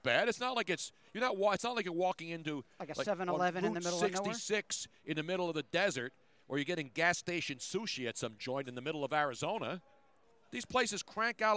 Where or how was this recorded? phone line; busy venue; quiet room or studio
busy venue